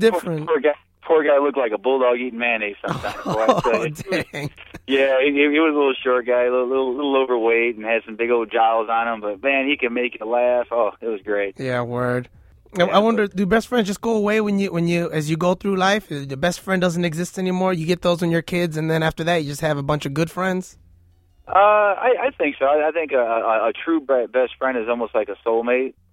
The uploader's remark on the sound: Called in to the studio to talk about friendships.